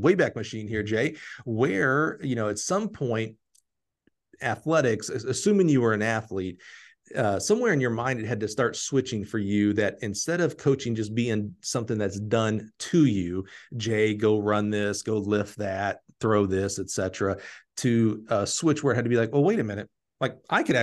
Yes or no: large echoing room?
no